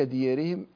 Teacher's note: الراء المتطرفة المكسورة مسبوقة بألف، فإنه يقلل هذه الألف قولا واحدا